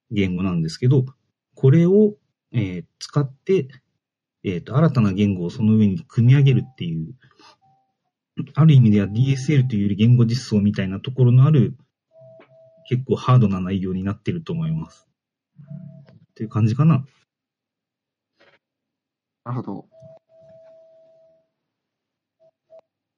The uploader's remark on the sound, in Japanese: Discord上での収録です。